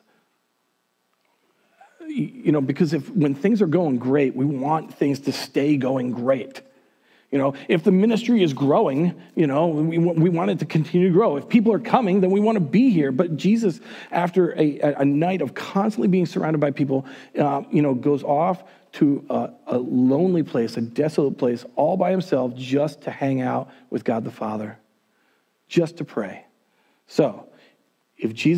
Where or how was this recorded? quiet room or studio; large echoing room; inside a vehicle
large echoing room